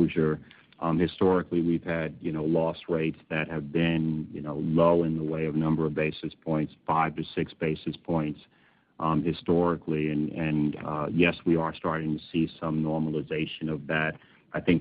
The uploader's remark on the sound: Earnings Call